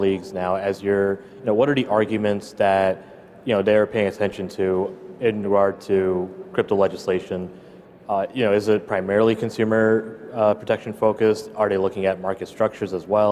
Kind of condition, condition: setting, live audience